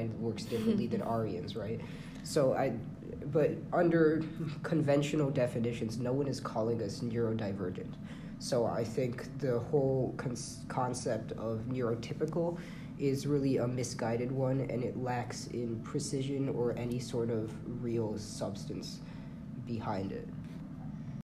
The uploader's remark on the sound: Excuse the ambient Rockville Library tomfoolery, perchance our redeemed audio quality counterbalances it? This is why there were so many abrupt cuts.